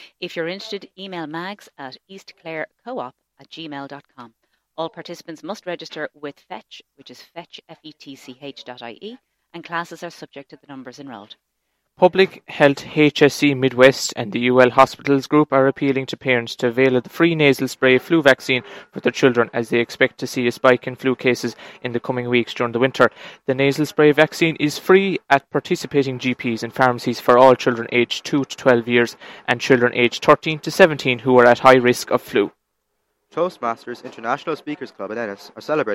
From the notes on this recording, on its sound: Broadcast live from the Ogonnelloe Exchange. Outside broadcast in association with Michael Long Construction.